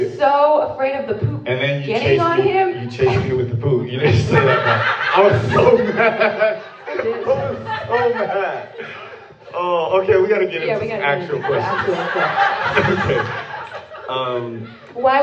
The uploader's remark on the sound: A two-part episode that we recorded when we spoke at an arts academy for creatives here in town.